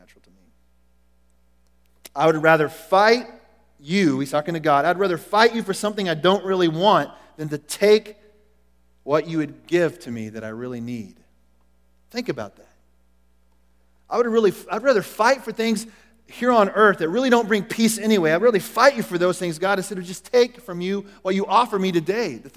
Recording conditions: large echoing room